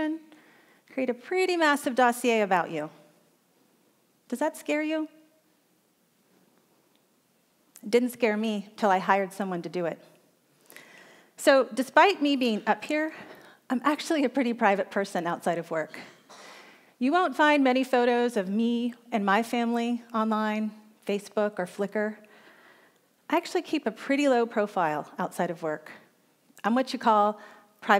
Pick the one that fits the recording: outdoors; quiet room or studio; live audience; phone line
live audience